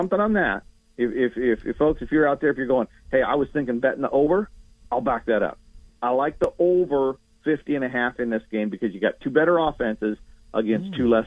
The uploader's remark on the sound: Joins the show on the Farm Bureau guest line talking about the biggest storylines in week 4 of college football live in the BankPlus Studio.